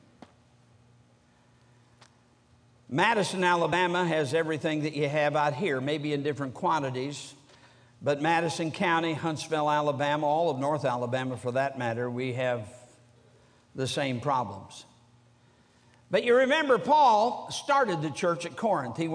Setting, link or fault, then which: setting, large echoing room